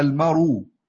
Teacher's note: نقلنا حركة الهمز إلى الساكن قبلها إلى استفبت المرء بقت إيه المرو. · Term: النقل